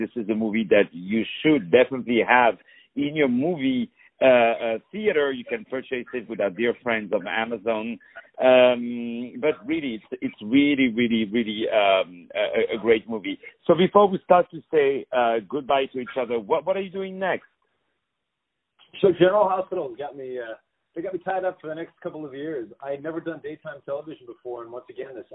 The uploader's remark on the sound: On the phone